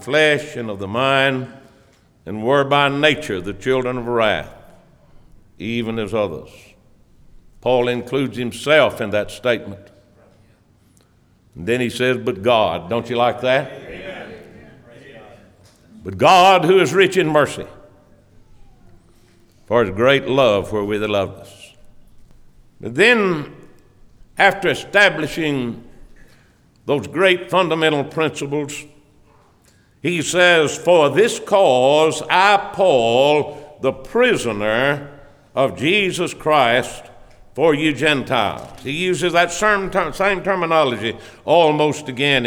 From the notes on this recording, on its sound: preached on 5/27/2023 at the Constitution Service for Blooming Grove Primitive Baptist Church